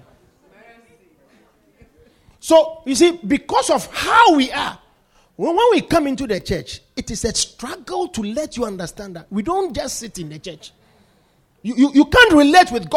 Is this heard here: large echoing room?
yes